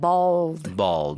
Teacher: you definitely have to do that throat, like at the back of your throat, that L sound